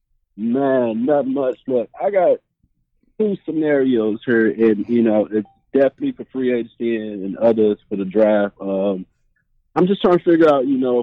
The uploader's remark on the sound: Call-In Show. Takes live phone calls from fans around the world.